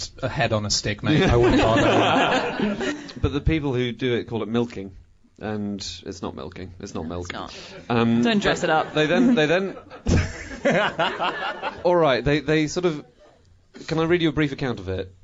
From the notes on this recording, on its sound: Recorded live at Tufnell Park.